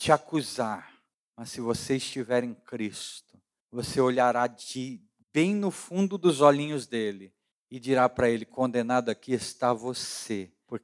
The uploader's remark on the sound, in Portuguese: Áudio retirado da pregação do Culto da Família 10/07/2022